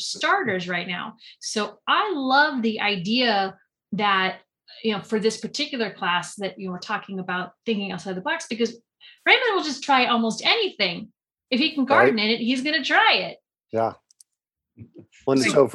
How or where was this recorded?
video call